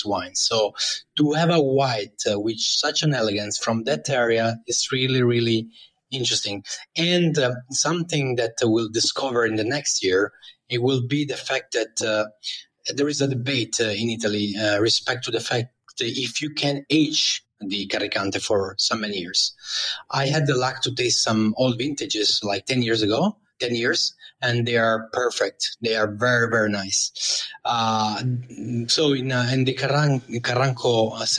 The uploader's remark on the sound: These sessions are recorded from Clubhouse and replayed here on the Italian Wine Podcast!